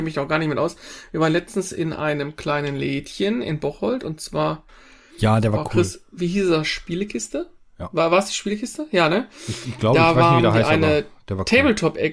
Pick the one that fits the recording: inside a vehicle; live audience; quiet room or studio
quiet room or studio